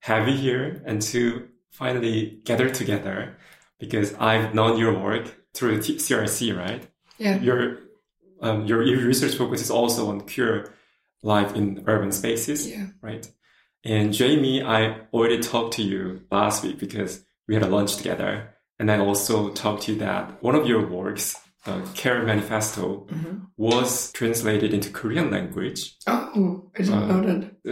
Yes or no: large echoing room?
no